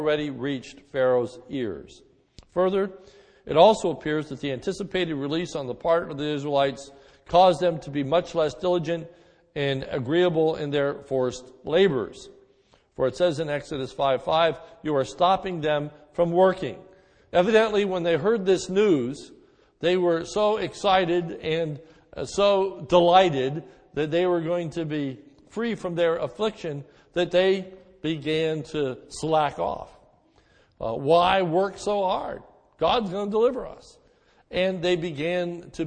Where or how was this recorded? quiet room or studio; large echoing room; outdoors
large echoing room